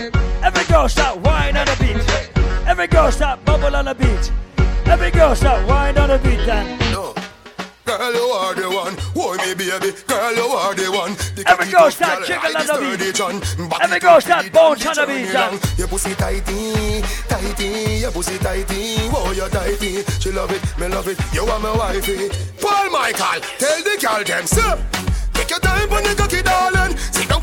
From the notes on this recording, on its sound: Live party audio from Island Saturdays on Nov 18